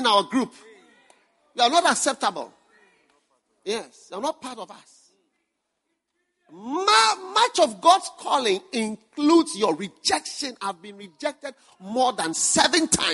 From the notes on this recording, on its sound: Preached at the First Love Center.